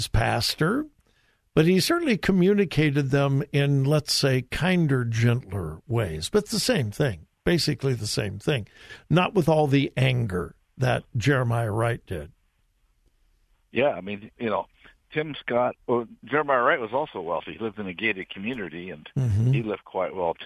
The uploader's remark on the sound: Open Phone Friday